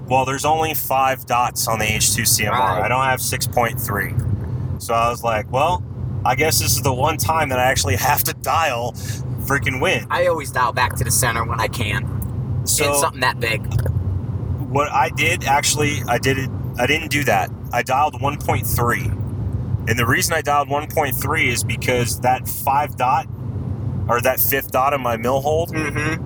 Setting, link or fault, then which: setting, inside a vehicle